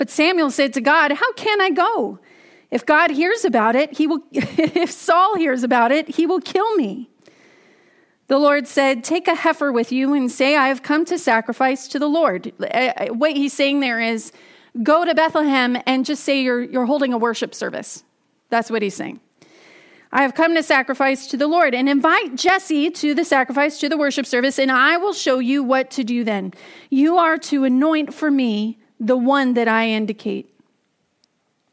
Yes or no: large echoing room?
yes